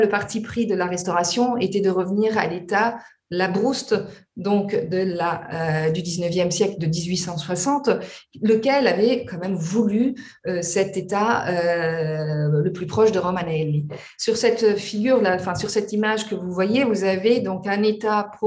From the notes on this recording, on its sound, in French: Enregistré sur Zoom.